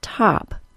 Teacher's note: the short O has rounded lips, but this does not need to be exaggerated. Again, the rounded lips are a function of the jaw position.